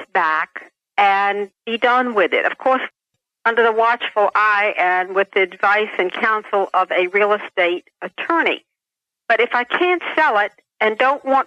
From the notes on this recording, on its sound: Financial planning call-in show.